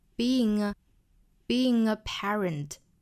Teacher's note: being 呢和 a 连读，读出一个后鼻音